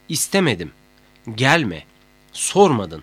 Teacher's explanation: Mame olumsuzluk eki vurguyu kendinden önceki heceye atar.